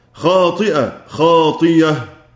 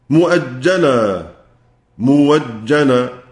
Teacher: يسمع الهمزة في حال الوقف على الكلمة التي فيها همزة مفتوحة بعد ضم أو همزة مفتوحة بعد كسر، يسمع الهمزة ياء بعد الكسر وواوا بعد الضم